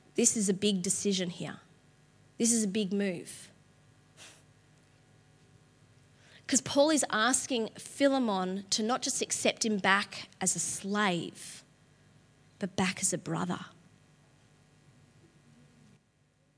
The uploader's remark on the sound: LIVE at Echo Church